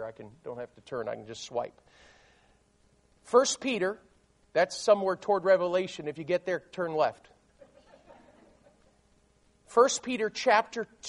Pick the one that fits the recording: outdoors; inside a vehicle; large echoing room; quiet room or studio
large echoing room